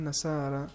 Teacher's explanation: اس میں رے کے بعد الف ہے اس کو ہم بھاری پڑھیں گے · Term: تفخیم